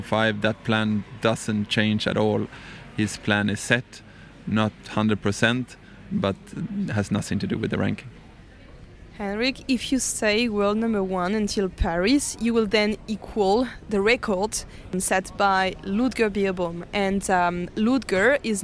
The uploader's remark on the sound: We're live from the CHI de Geneva, where we're a media partner for the second year! Here is a special one recorded in English.